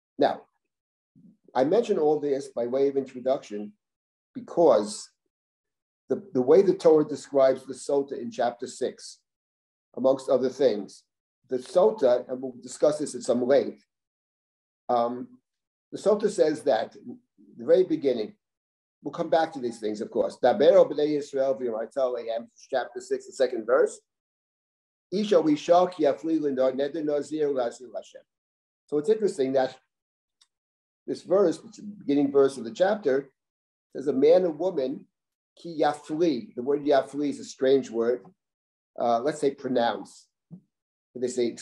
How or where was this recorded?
video call